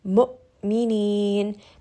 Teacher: Hamza here is going to have jahr. It is also going to have just a little bit of that abrupt jerkiness when we stop here. مؤمنين. Make sure that you are reading this properly and giving it that proper amount of jerkiness, because when we say this letter, we don't want it turning into a med. · Term: hamza with sukun